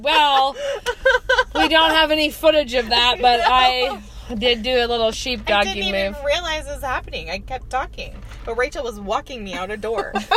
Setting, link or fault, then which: setting, inside a vehicle